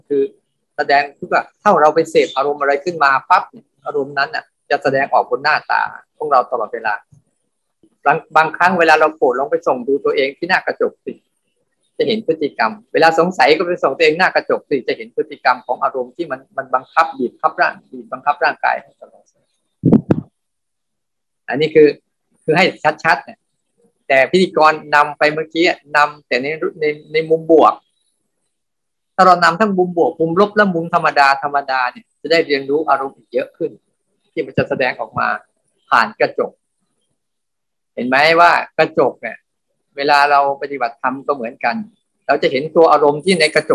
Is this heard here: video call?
yes